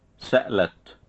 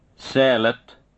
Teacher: Glottal stop versus no glottal stop in word medial and word final positions